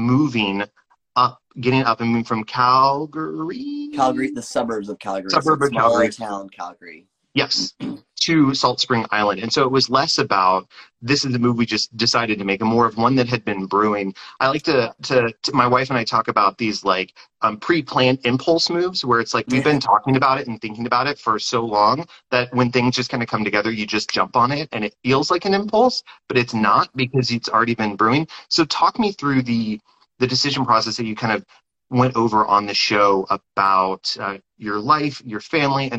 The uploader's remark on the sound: This episode of the podcast is LIVE, Instagram Live to be specific.